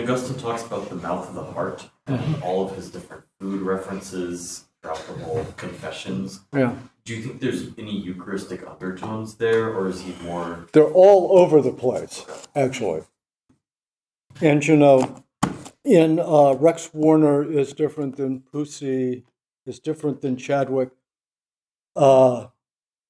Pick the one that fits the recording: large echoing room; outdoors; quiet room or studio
large echoing room